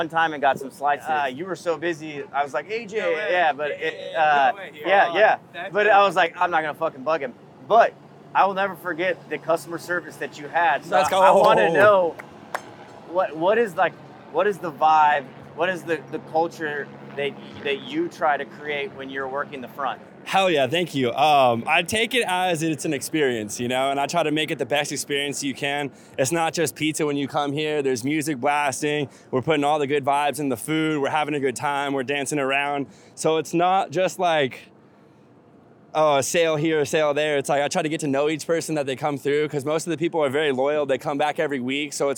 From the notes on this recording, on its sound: caught up with them at Vegan Playground outside of Boomtown Brewery in Downtown Los Angeles